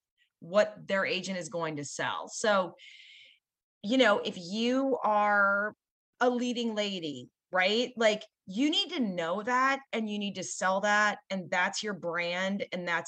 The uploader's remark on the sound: In this excerpt, from one of our monthly VIP Live Zoom calls with the 10,000 NOs Insiders Community